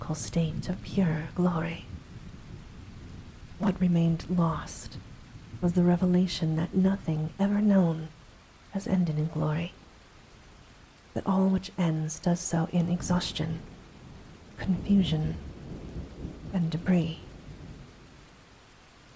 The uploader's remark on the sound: Soft Spoken Reading + Light Thunderstorm Ambience. A light thunderstorm has been added in as background ambience.